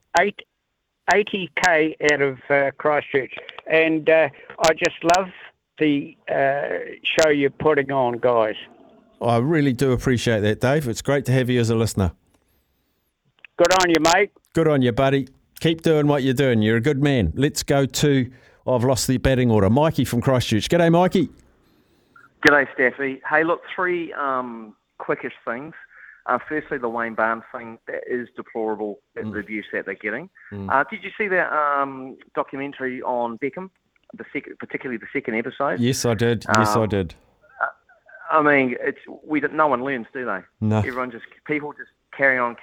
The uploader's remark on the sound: opens up the phone lines to see what listeners think